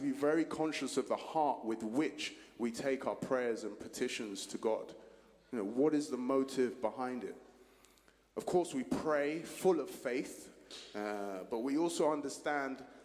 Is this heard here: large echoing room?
yes